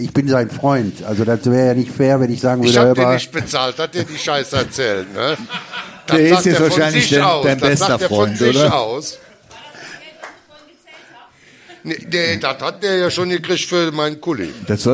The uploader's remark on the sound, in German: Live mit Publikum und Gästen. Wir haben uns getraut den Podcast vor Publikum aufzunehmen. Waren wir im Theater im Walzwerk um vor Publikum unseren 80€ Waldi Talk aufzunehmen. Im Theater im Walzwerk in Pulheim.